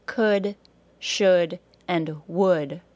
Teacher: there is no L sound in any of those words. They are all only three sounds, could, k, u, d, should, sh, u, d, and would, w, u, d. · Term: U as in put